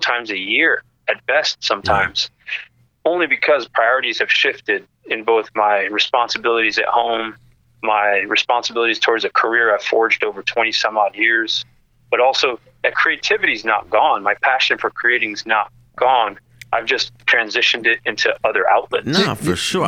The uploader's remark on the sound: Our First Phone Call Chat